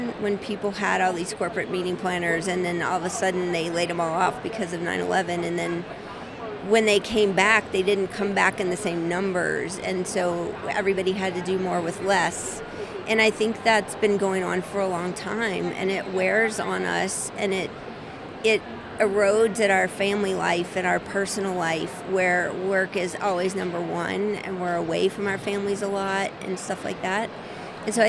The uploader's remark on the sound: Live from #IMEXAmerica